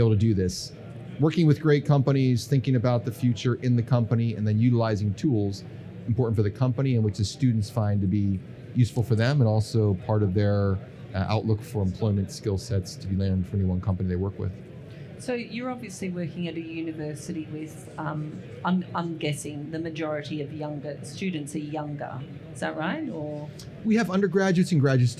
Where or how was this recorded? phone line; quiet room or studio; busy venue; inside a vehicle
busy venue